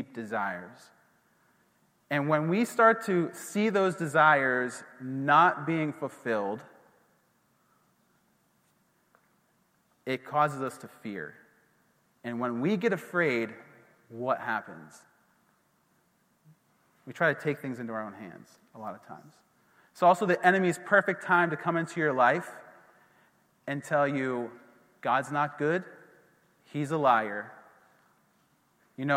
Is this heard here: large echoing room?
yes